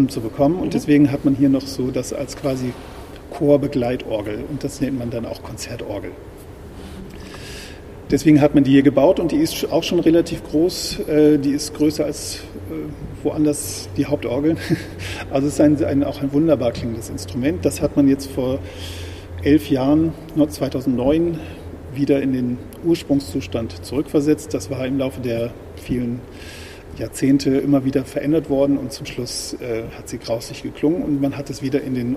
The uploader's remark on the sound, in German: Diese Folge haben wir live aufgenommen in der Hauptkirche St. Michaelis, besser bekannt als der Hamburger Michel. Er lässt uns live hören, was die 5 Michel-Orgeln alles so drauf haben.